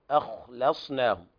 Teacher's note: هنا بيان تفخيم الخاء من المرتبة الثانية